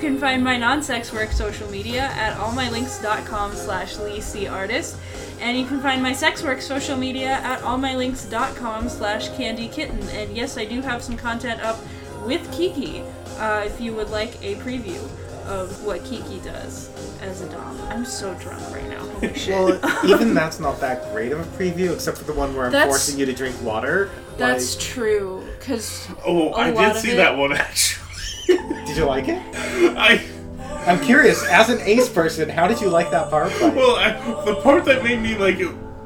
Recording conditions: background noise